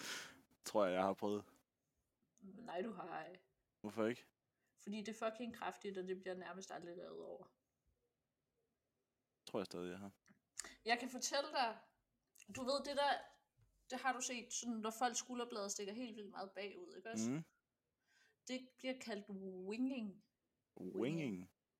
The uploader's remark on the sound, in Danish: Har endelig skaffet en mikrofon. Lyden sidder stadig ikke lige i skabet.